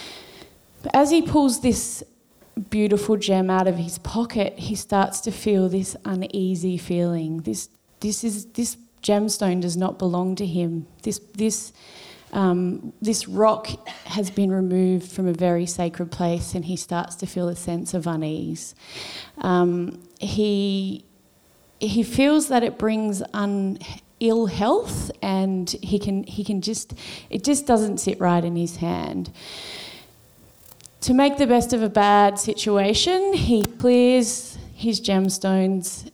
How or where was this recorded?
live audience